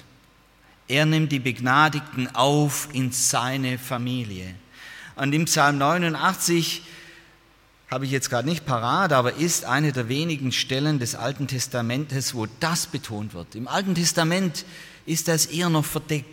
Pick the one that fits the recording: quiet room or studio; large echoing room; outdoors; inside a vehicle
large echoing room